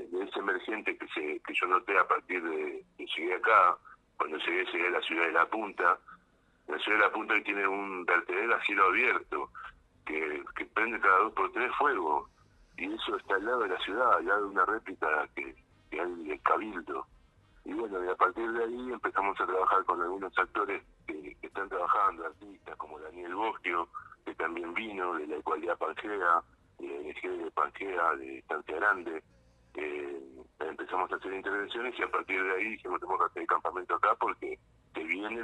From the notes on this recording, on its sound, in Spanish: Charla telefonica